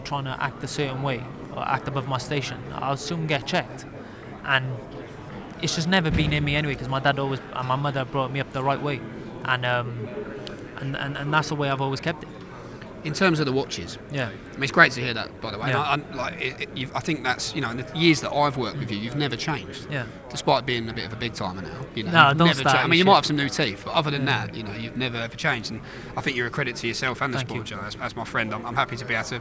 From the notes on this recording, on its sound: We're On The Ground in Monte-Carlo just minutes after the final press conference